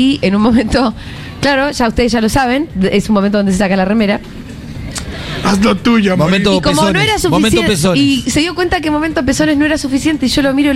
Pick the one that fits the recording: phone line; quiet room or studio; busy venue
busy venue